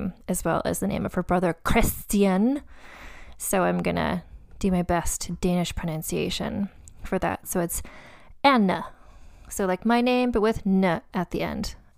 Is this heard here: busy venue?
no